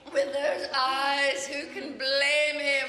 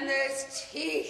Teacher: the syllables, get drawn out, like the way you say eyes, blame, even teeth in this clip